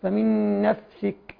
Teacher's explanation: الفاء والسين والكاف حروف مهموسة